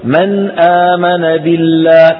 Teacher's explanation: بعض المصنفين المحدثين بيكتبوا من غير غنة، هذا الكلام ما هو دقيق، لا يقال من غير غنة، وإن كان مرادهم من غير غنة طويلة هذا مرادهم، لكن الأولى أن يقال من غير زيادة في الغنة، لأن النون فيها غنة لكننا لا نطولها عندما نظهر · Term: الإظهار